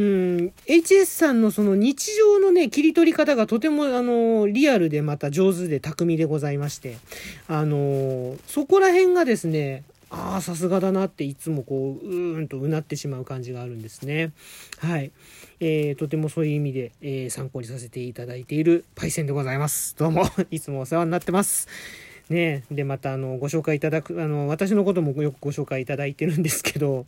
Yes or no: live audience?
no